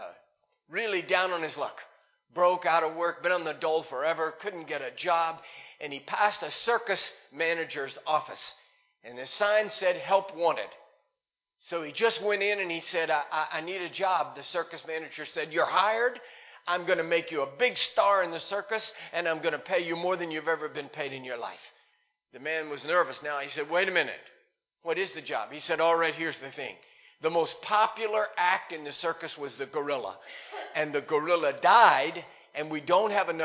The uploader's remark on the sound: Recorded live in Liberty Church in 2019